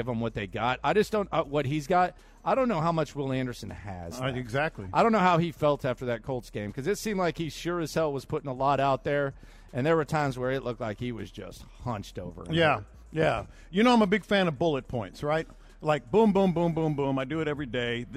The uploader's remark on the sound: Live at the Bear Bryant Awards.